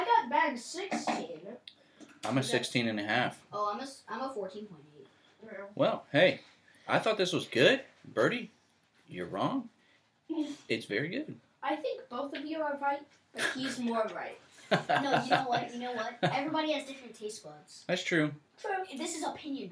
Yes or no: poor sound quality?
yes